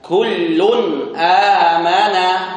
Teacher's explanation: Jadi dibaca dengan tanpa gunnah yang dipanjangkan. Artinya tidak ada gunnah yang dipanjangkan di sini. · Term: idhar halqi